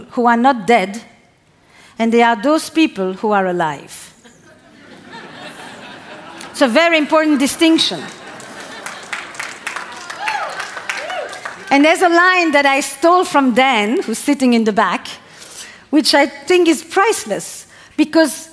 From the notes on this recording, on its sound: This talk delivered to our tribe, was recorded on Mindvalley’s stage at A-Fest.